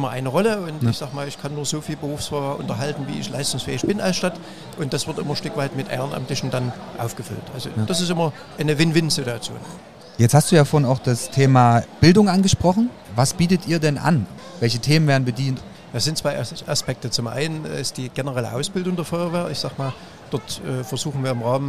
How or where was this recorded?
busy venue